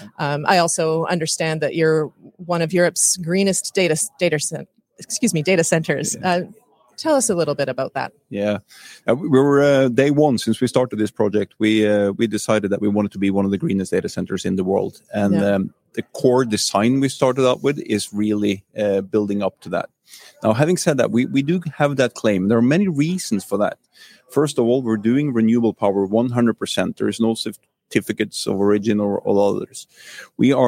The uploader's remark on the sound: LIVE from Datacloud Global Congress. Check out his LIVE interview from beautiful Monaco at Datacloud Global Congress 2023!